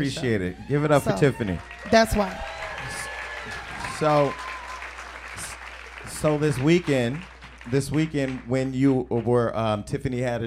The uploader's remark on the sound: This week we took Hollywood Unlocked Uncensored to the legendary Laugh Factory for a live show